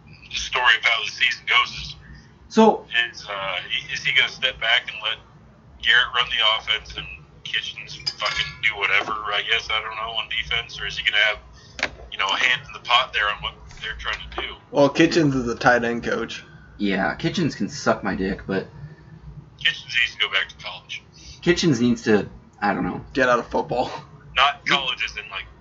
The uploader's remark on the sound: On the phone. In the studio.